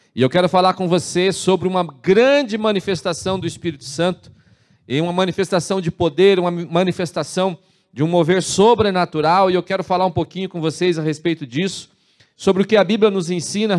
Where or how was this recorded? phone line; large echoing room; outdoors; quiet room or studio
large echoing room